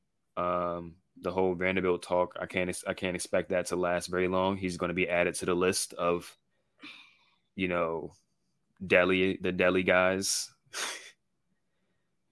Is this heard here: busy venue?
no